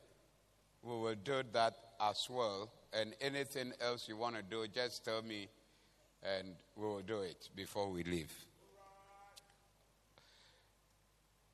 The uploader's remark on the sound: Preached at the Doxa Service 14052023